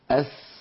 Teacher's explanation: أقصى اللسان ومؤخرة اللسان لا ترتفع كما فعلنا ذلك في الصاد